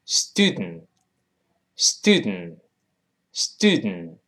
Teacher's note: 那么那个 dent 就鼻腔爆破，最后那个 t 呃失去爆破